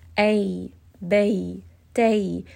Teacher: You are making the letter gentle. You are converting the fatha into the ya, and you're doing it very softly. · Term: lean